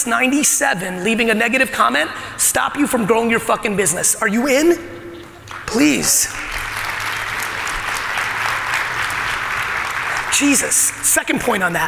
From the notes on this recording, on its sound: Today's episode of the podcast is my keynote at the ITC Vegas event.